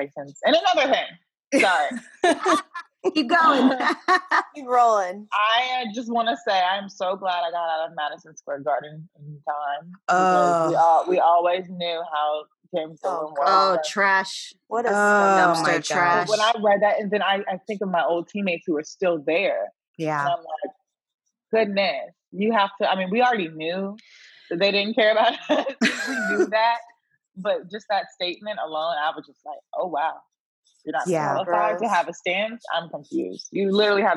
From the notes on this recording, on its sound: Joins us on this Hoops Talk Podcast Zoom’d episode.